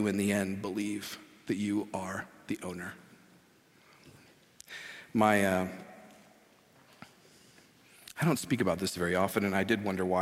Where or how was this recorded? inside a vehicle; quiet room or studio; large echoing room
large echoing room